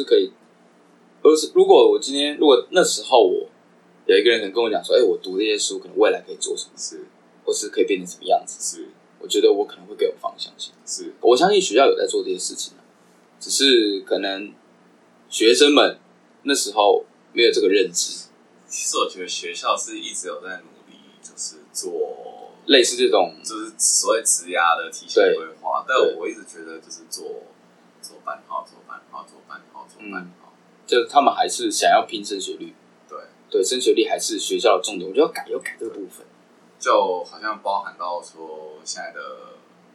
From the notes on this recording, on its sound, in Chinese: 本集麥克風出了點狀況，導致音質出了些問題，請各位見諒